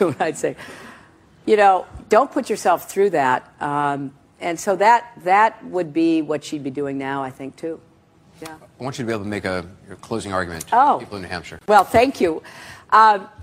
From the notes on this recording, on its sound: a CNN Democratic town hall in Des Moines, Iowa